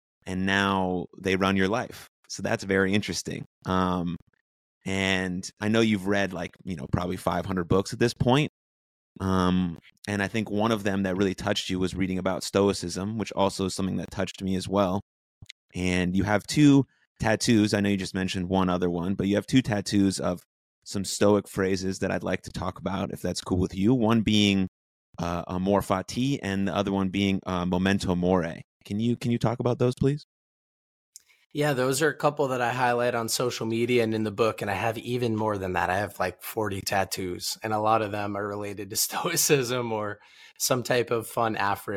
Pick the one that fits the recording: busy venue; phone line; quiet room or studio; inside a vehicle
quiet room or studio